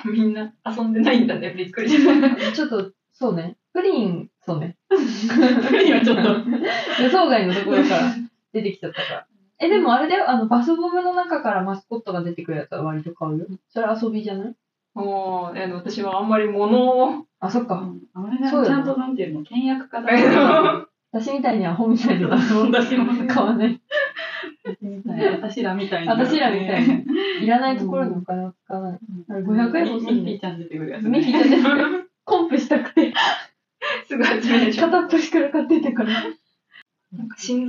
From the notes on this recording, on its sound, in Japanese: 機材トラブルのため、全体的に音声がこもって聞こえづらいです